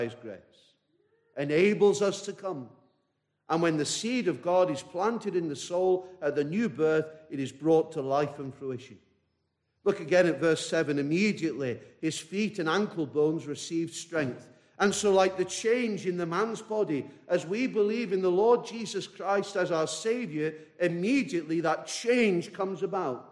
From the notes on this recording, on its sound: This message preached at a baptismal service